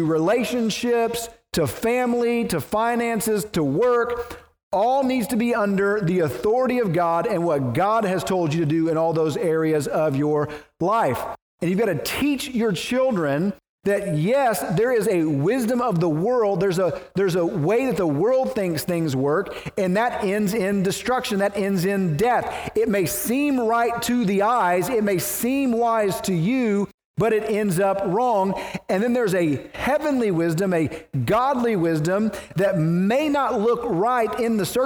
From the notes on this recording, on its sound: preached at the First Baptist Church of Naples